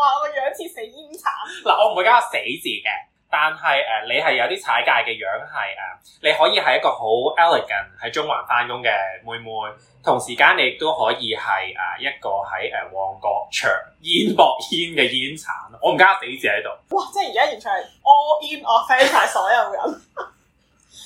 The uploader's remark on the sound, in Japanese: 音質極度崩壞。